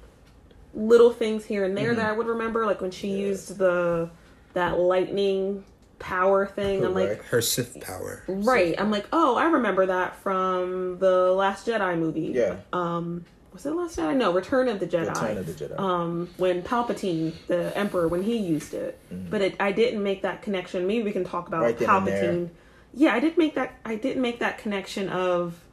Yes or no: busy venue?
no